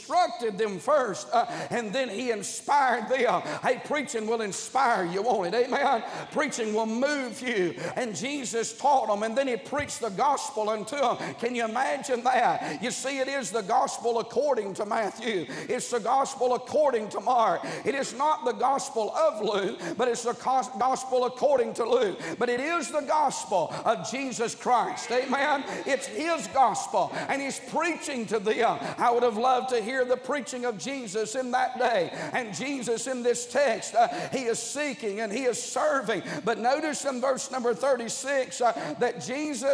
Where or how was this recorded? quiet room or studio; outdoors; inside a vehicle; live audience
live audience